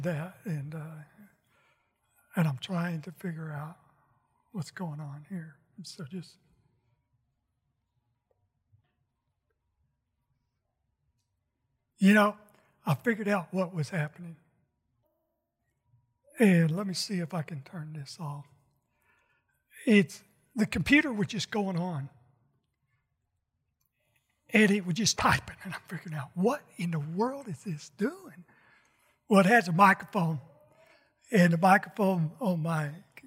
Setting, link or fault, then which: setting, large echoing room